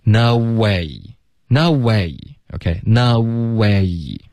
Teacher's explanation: 大家要多注意这个双元音不能发成中式的这个 O 然后 A 的这个发音